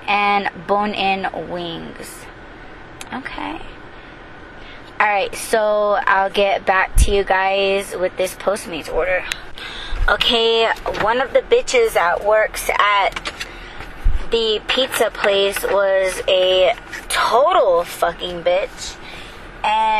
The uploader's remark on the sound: To one restaurant, I took you guys to go inside the restaurant with me; but the wind was showering her ass and slightly ruined the audio.